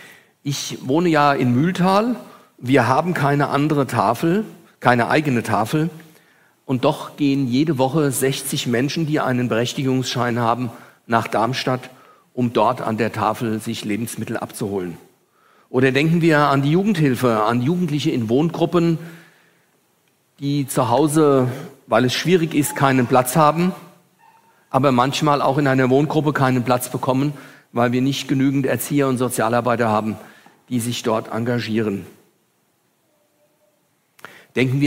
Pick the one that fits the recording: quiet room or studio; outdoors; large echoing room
large echoing room